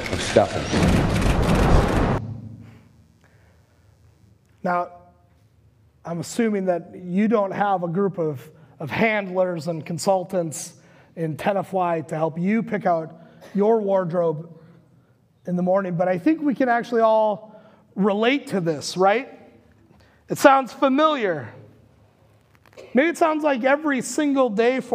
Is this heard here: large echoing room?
yes